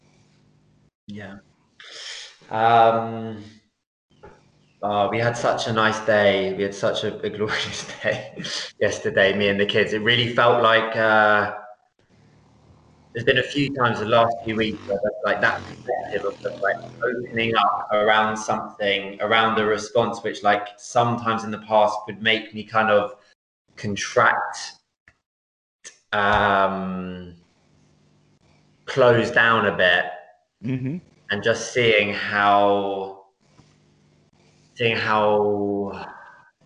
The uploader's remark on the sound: skype calls on this channel